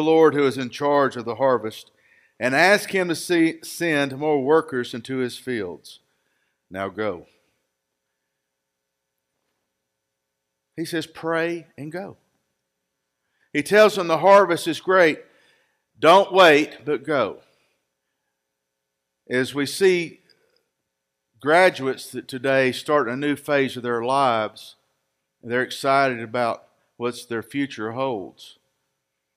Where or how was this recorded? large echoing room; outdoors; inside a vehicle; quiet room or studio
large echoing room